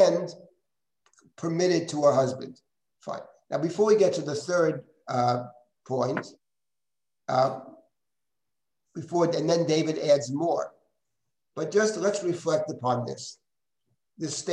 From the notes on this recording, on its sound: This audio was originally captured from Zoom